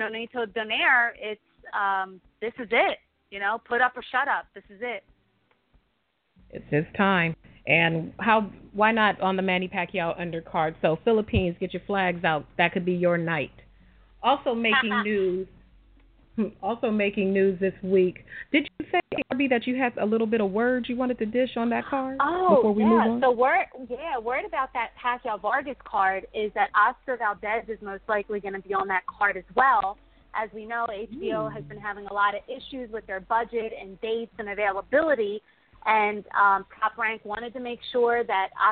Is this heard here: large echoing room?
no